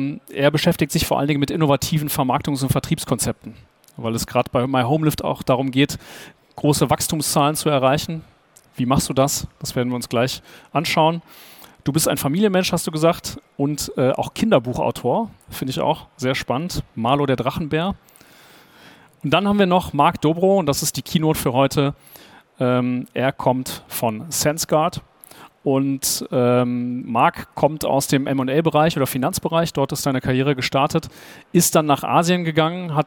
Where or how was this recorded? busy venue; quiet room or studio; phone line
busy venue